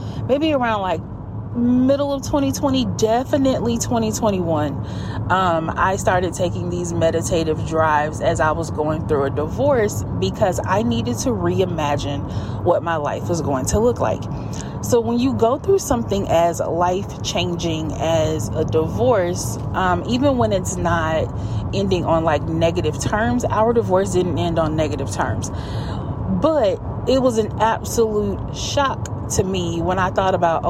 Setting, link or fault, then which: setting, inside a vehicle